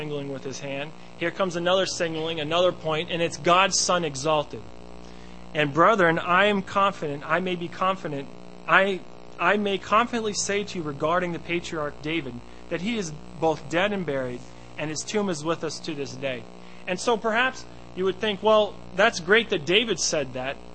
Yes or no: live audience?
no